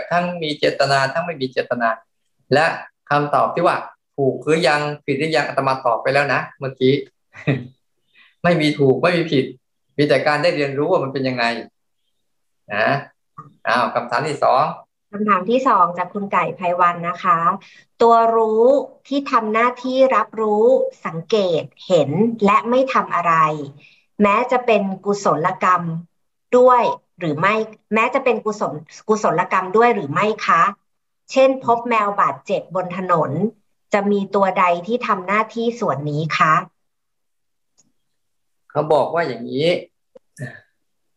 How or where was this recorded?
video call